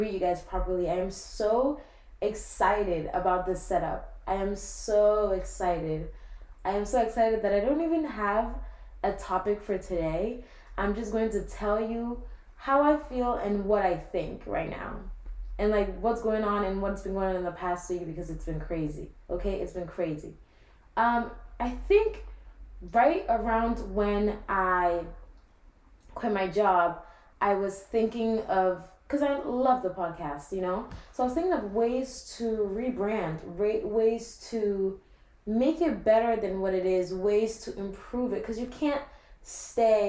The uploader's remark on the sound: so sorry for the audio on this - i made a big mistake in recording this (aka i recorded from like laptop mic instead of my actual mic)